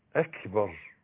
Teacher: الهاء مضمومة والكاف مش جيم، اكبر، والباء مرققة مفتوحة والراء حلوة كده، الله اكبر.